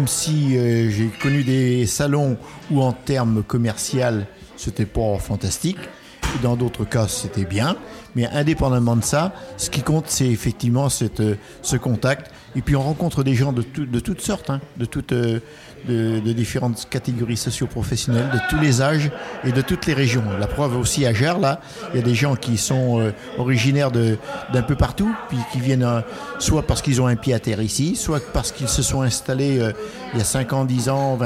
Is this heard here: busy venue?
yes